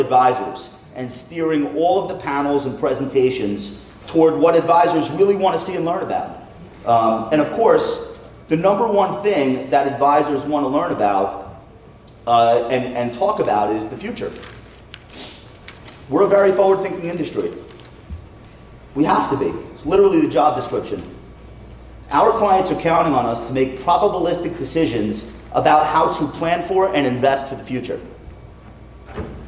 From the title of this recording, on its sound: remarks to the advisor community live from Wealth/Stack